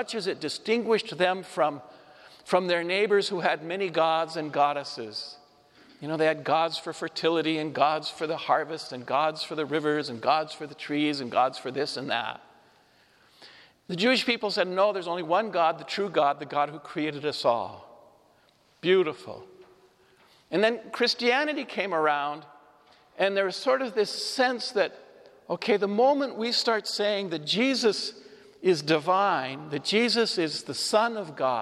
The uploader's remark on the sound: Homily delivered at Saint Joseph Church, Spokane, WA, June 12, 2022